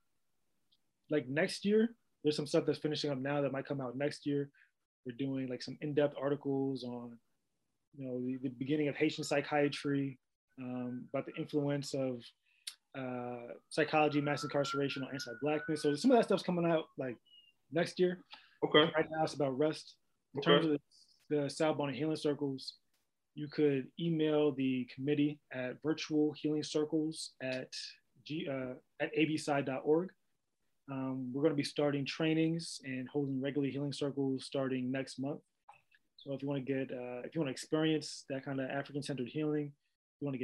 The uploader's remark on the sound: we virtually sat down